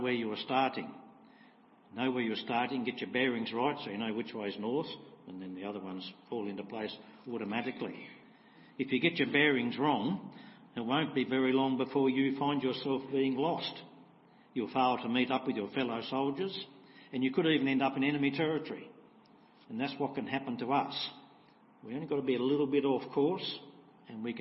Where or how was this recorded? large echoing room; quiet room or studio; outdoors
large echoing room